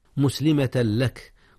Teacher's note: جاء الإدغام هنا يا أستاذنا، ولكنه بغير غنة، أدغم التنوين في اللام، واللام ليس من أحرف الغنة